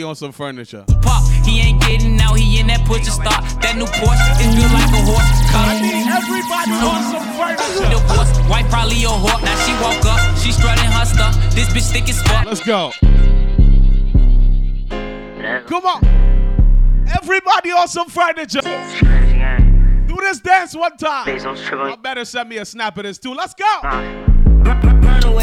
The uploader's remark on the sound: THIS IS A LIVE AUDIO FROM A PRIVATE BIRTHDAY BRUNCH IN THE POCONOS. PERFORMED VIRTUALLY AT THIS BRUNCH.